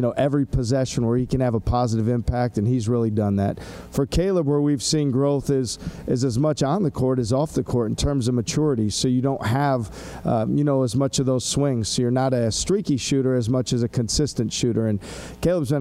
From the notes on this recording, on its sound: media day press conference